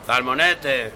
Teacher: But in the recording, you'll hear the fishmonger pronouncing it as salmonete, and that's where the th sound, the th sound, if you like, is replacing S, as it happens in some parts of Spain. It's called ceceo, and we'll talk more about that in a language study episode, but it is written salmonete, even though he pronounces it salmonete.